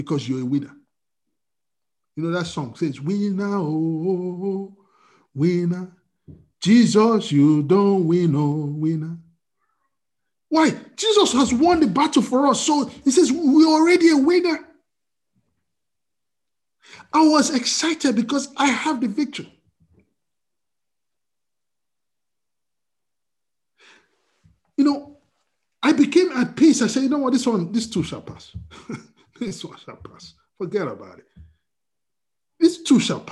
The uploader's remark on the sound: We are on Zoom now. Princeton FTLW Church will be having our Sunday services at Noon on Zoom.